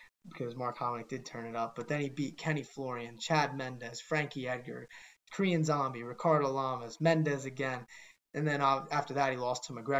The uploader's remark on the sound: We apologize for any audio issues, there were a bunch during the editing process of this one.